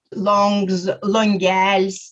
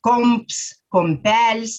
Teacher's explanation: Tariami labai žemaitiškai, netgi galima sakyti, tariame om, on, em, en, sakoma. Ne langs, bet longs, longels, ne kamps, bet komps, kompels, na ir taip toliau.